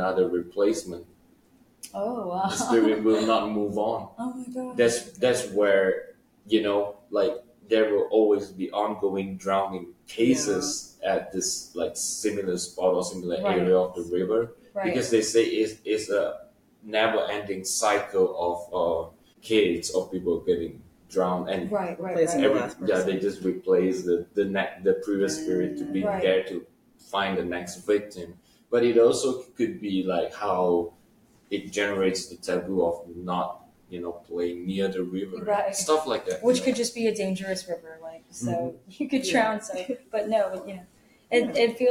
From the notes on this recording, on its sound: Please excuse our microphone quality this week, we are still traveling!